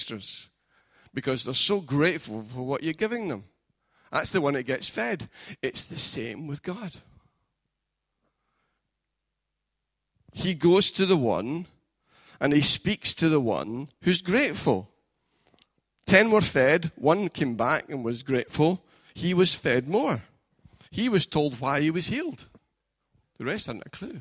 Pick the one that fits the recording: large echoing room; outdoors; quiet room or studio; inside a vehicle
large echoing room